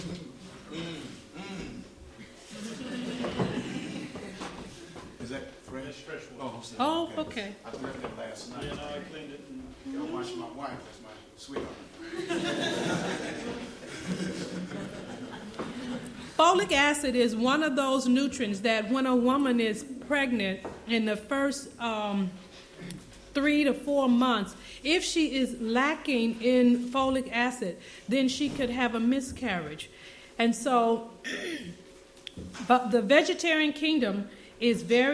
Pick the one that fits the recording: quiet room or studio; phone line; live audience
live audience